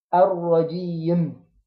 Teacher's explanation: طيب لو أنا وقفت على الميم وجعلتها ساكنة في النطق، حرف الميم حرف مرقق، المخرج بتاعه منين؟ بيجي من الشفتين، إن أنا أطبق الشفتين يعني أقفلهم على بعض، هو حرف مرقق يبقى أجيبه مبتسم بطبيعة الحرف.